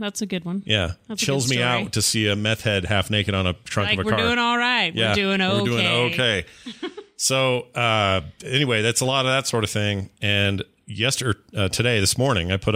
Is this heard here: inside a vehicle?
no